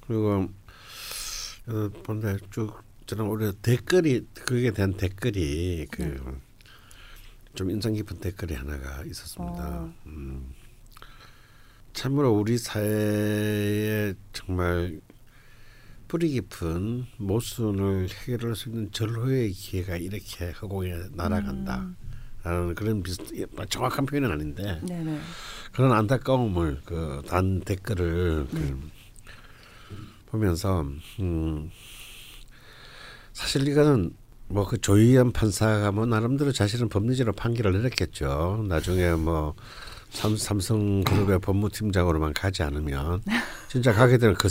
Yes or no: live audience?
no